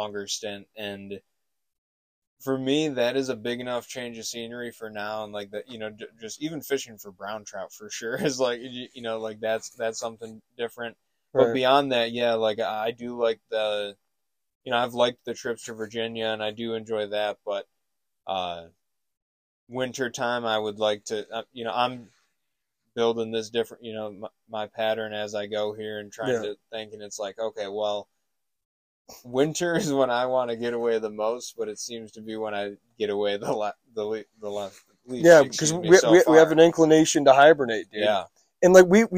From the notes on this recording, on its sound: They recorded from the road while recon’ing the fishery to provide a report of current conditions.